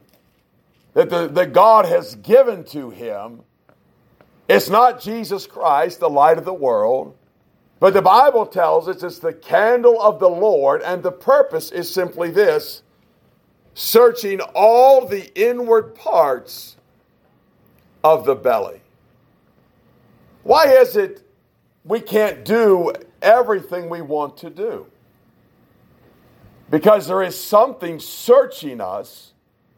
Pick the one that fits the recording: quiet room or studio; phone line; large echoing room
large echoing room